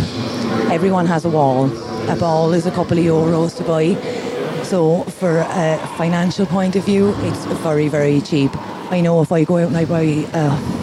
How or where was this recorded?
busy venue